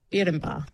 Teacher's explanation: Yeah, so the way that I've spelt it, it's B-I-R-R-I-N-B-A, and the Jaeger has no E, and so we use the double I to be an E sound, and the double R sound, that's like a Scottish trill kind of sound, which is unique to Jaeger language.